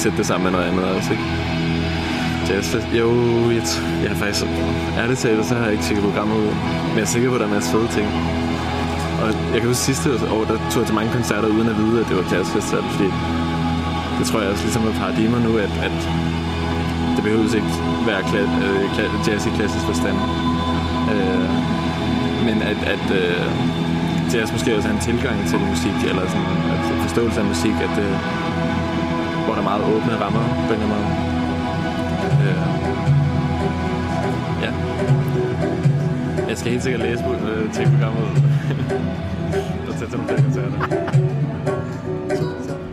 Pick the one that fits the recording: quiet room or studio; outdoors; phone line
outdoors